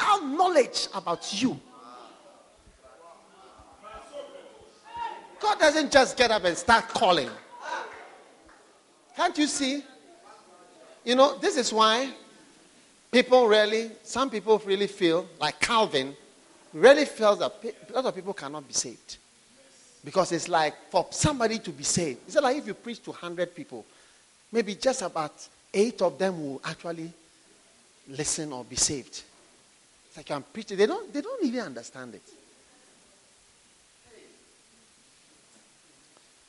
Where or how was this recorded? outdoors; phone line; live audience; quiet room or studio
live audience